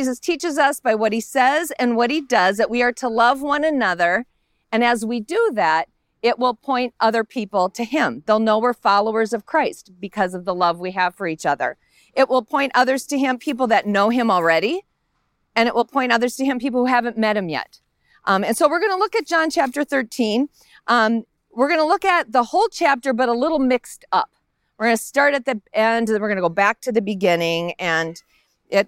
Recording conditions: outdoors